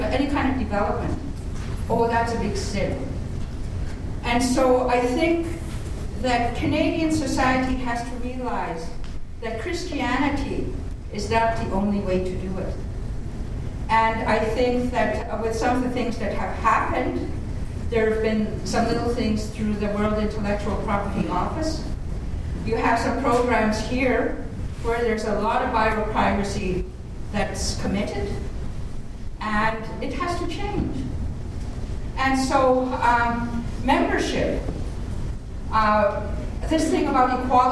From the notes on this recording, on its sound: Audio of this speech is available courtesy of an audience member